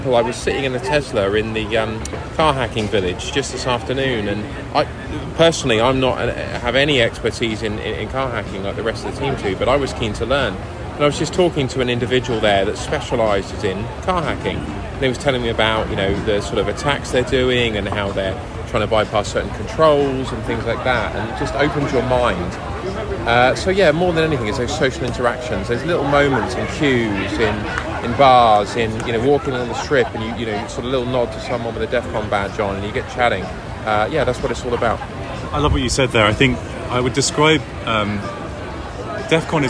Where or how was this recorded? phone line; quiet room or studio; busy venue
busy venue